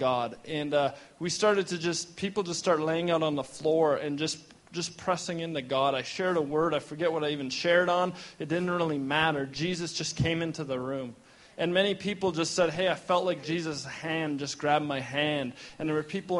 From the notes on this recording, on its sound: We gathered at Victory Church on the Rock in Edmonton, AB for our first Resurgence gathering of the fall!